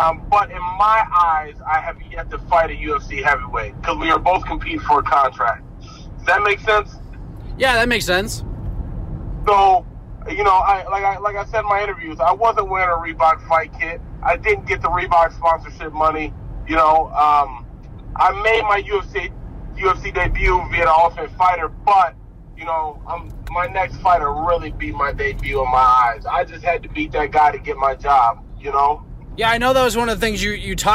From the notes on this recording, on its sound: Oh yeah, this was recorded on the drive to school for pickup.